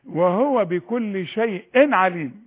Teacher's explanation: التنوين اللي بعده عين، مفيش غنه ابدا